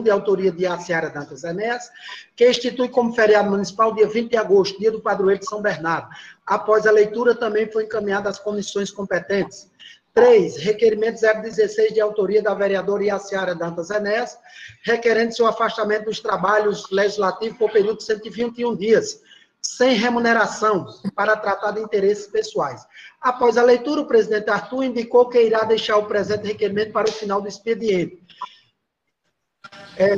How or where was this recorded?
video call